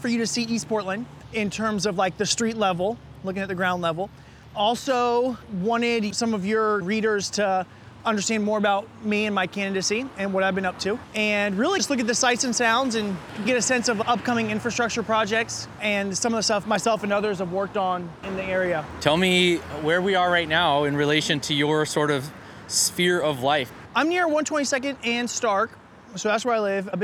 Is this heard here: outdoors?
yes